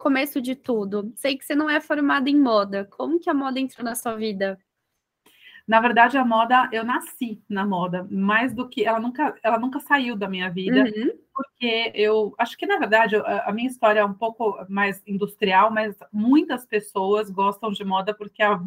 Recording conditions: video call